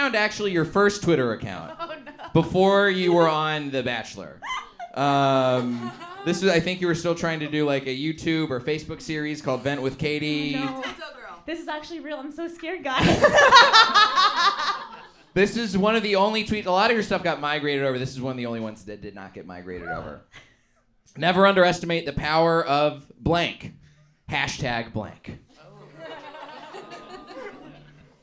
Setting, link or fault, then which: setting, live audience